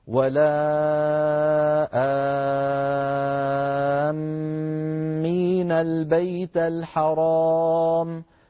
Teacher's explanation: فاللازم أقوى من البدل، اللازم يقول مد ست حركات، البدل يقول مد حركتين، نهمل البدل ونأخذ باللازم